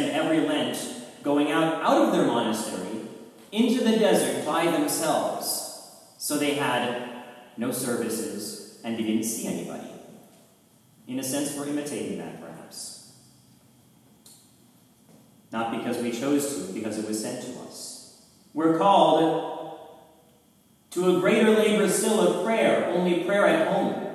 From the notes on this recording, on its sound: A private recording of the Divine Liturgy at St. Nicholas Orthodox Church in McKinney, Texas.